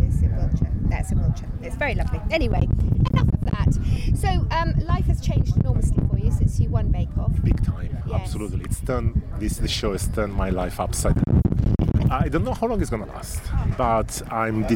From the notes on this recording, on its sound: cosy up in the car